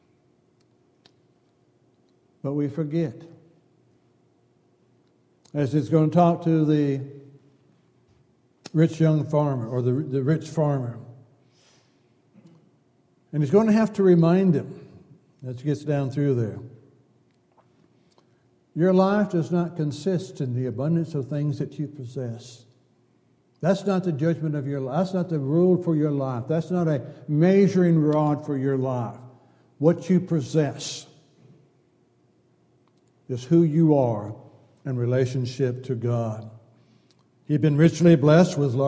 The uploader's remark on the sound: Downtown Church Of Christ Audio Sermon